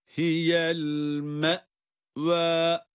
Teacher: hemzeyi okurken bir ses düşümü olmayacak